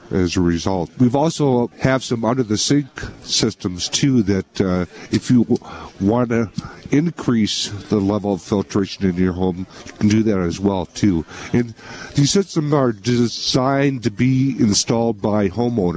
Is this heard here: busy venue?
yes